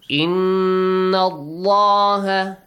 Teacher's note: when you join it with the word Allah the lam in the word Allah will be Heavily pronounced